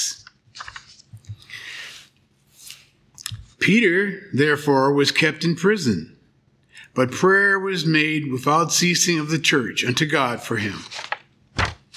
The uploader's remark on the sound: The Sunday service audio from January 28th, 2024